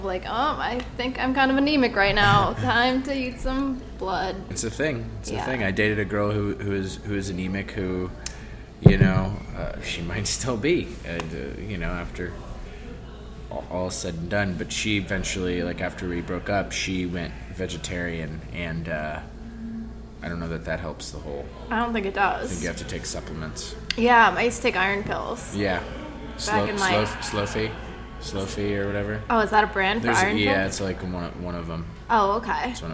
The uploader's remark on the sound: at Manhattan's famed Bunga's Den Bar